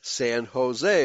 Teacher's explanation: In Spanish, the J is more of an H aspirate